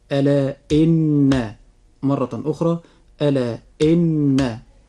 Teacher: مقدار الغنة في نطقنا لحرف النون في حرف إن، مقدار هذه الغنة حركتان، والحركة بمقدار قبض الإصبع أو بسطه، كما سبق أن بينا ذلك في الحلقات السابقة.